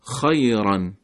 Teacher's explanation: حرف خا در این کلمه صفت استعلا داره، باید یه مقدار درشت باشه، نمیگیم خیران، میگیم خیران.